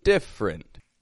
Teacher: So that middle E, totally omit that, take it out, and it's just a quick 2-syllable sounding word. It's spelled as if there are 3, but it's only got 2, different.